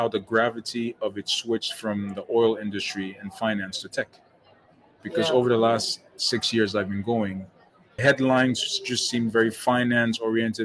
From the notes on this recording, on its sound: an on-location conversation that took place on a sunny Saturday in the window of the Never Fade Factory located on Old Compton Street